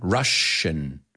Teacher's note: Es doble S, suena como SH. Y el sonido vocal es A